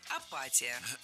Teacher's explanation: в этом слове ударять надо не «и» в предпоследнем слоге, а чуть раньше